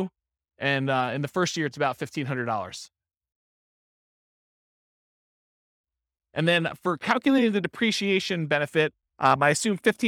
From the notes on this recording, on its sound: This was a live class recorded